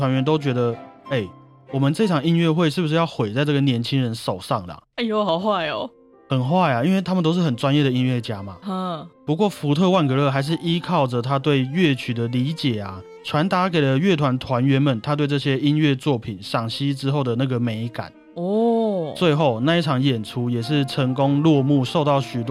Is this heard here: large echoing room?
no